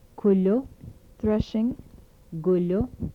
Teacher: Velar stops without palatalization.